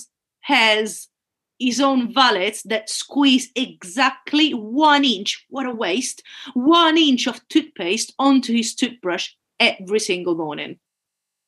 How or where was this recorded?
video call